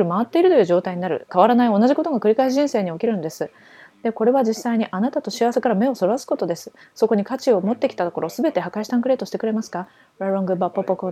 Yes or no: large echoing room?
no